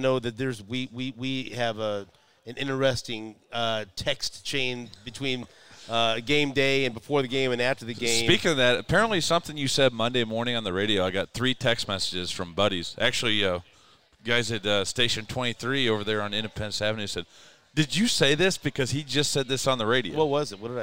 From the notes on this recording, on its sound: We're live at J Rieger & Co. It's the unveiling of J Rieger's new Six Columns Straight Bourbon Whiskey collaboration.